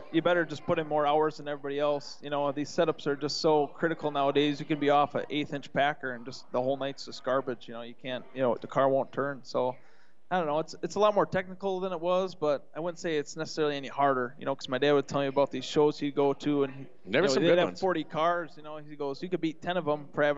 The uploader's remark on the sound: 7-7-23 Trackside Live from Aftershock